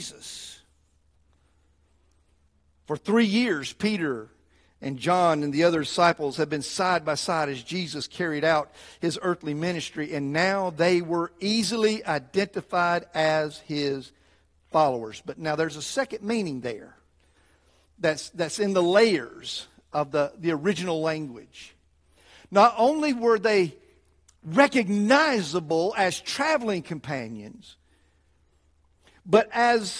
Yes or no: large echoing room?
yes